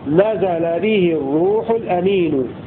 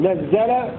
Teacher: قرأ حفص ونافع وابن كثير وأبو عمرو بتخفيف الزاي · Shown in: first take